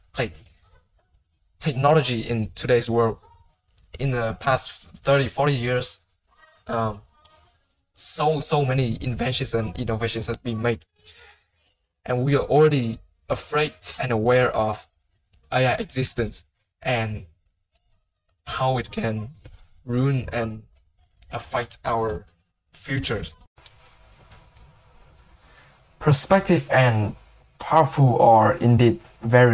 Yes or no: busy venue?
no